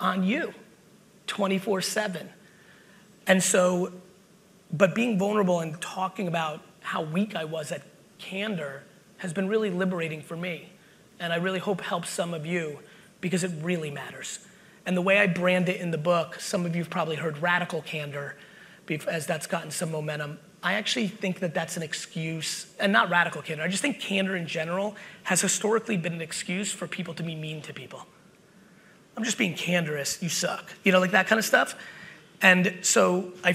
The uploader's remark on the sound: BUILD IT Keynote | New Jersey 2021. A throwback keynote I did in 2021!